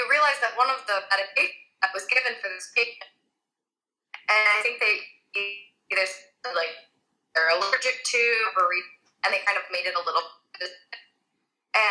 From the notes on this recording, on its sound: We recorded it to be a podcast episode.